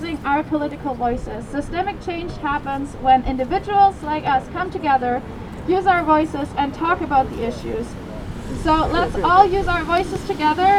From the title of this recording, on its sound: On Site at the Climate Rally